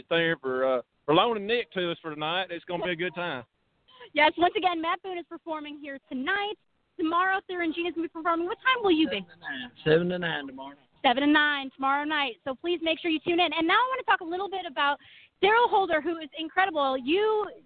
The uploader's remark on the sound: Live from Buck Creek St. Jude Trail Ride